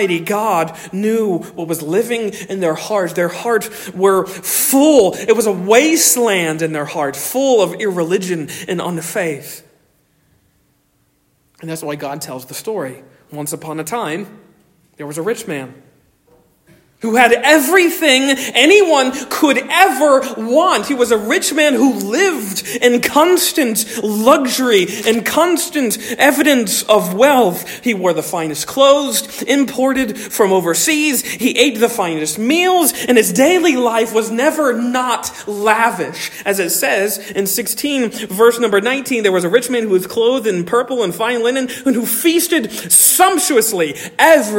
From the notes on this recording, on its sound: Originally delivered 30 July 2023 at Stonington Baptist Church, Paxinos, PA. At Stonington Baptist Church, Paxinos, PA.